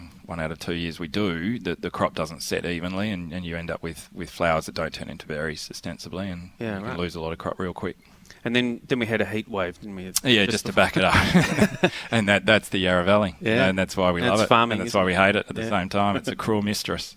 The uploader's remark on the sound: Healesville OB. Host a fun filled Outside Broadcast from the Graceburn Wine Room in Healesville.